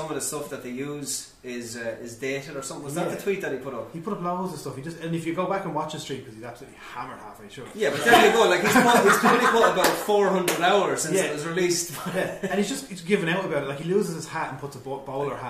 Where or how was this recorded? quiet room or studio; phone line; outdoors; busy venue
busy venue